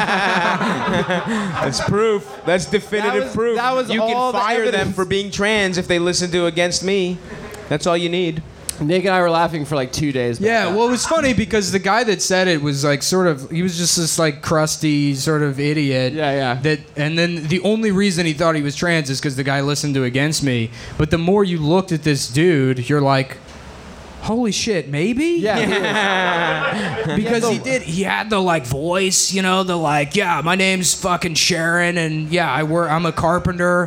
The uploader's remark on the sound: Cum Town Live at Skankfest (Live Show)